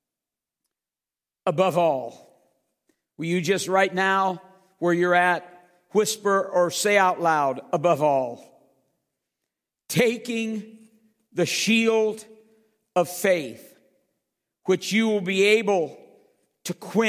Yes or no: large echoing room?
yes